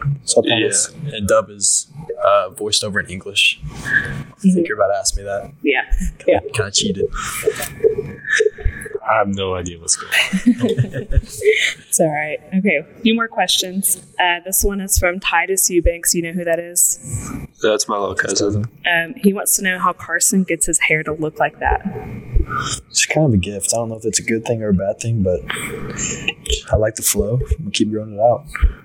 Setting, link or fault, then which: fault, poor sound quality